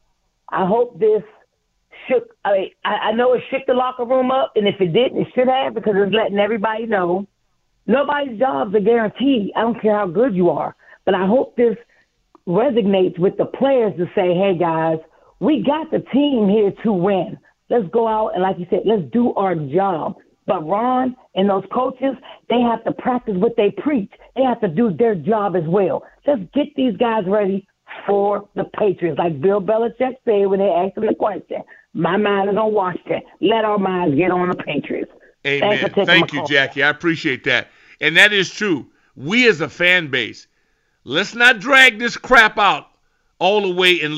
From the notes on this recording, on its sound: Back to the Call lines